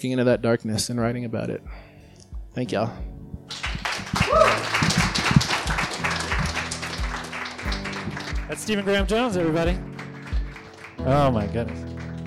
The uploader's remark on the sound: This story was recorded live on 8 April 2017 at the McNichols Civic Center Building in Denver, Colorado.